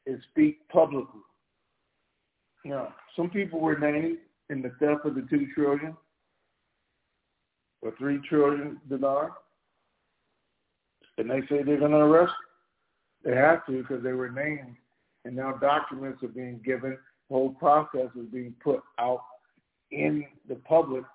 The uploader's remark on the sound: TNTSuperfantastic Conference Call - Friday, October 28, 2022